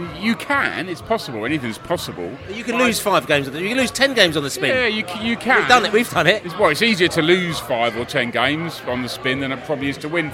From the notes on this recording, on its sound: Pre-match podcast from the pub. Met up at The Distillers in Fulham Palace Road.